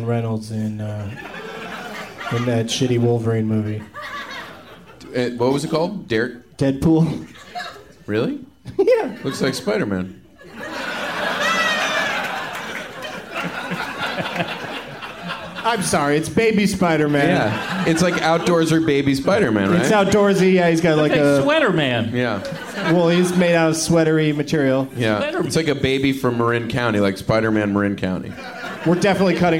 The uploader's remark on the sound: Live from Cinefamily